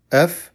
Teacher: تصادم بطن الشفة السفلى مع أطراف الثنيتين العليين